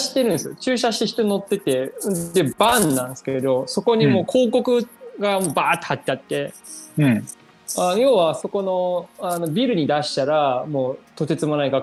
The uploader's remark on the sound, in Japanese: 収録はzoomを活用して遠隔で行いました。音声が聞きづらい部分がある点、ご了承ください。